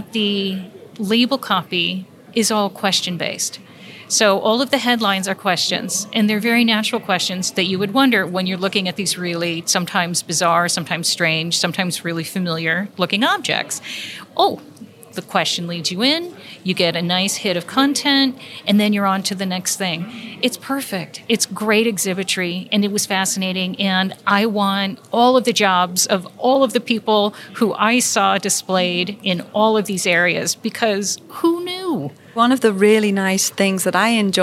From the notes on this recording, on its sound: Coming to you live from the American Museum of Natural History. As they explore the new Gilder Center. Their on-site visit.